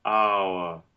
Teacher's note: the reduction of the R to a schwa, where we have the diphthong, ow, started with the bright A, then open U, flying U, and uh, the schwa for the R.